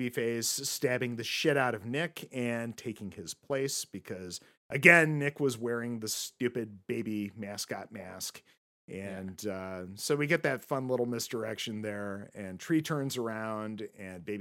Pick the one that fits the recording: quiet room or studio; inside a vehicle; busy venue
quiet room or studio